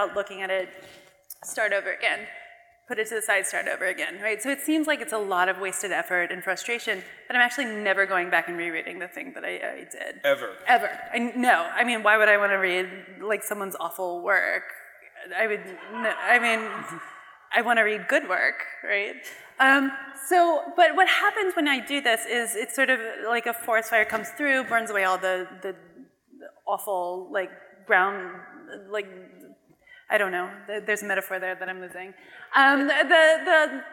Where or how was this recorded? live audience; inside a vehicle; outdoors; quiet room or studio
live audience